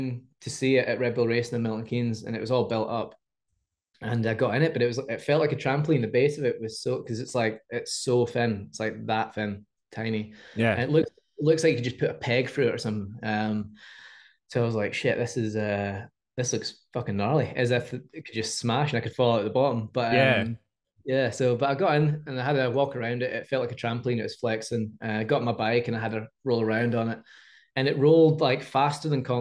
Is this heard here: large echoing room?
no